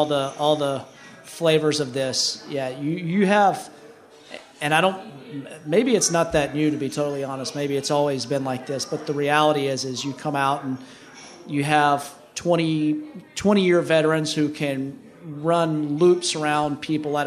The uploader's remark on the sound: live from IMN's Student Housing 360 Conference